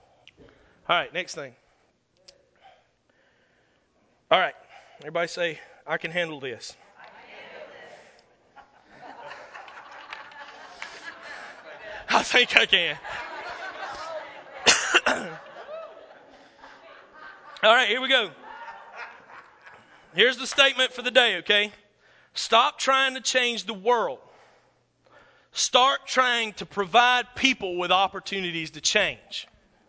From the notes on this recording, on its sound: This is a session I did from a ministers’ conference in 2009.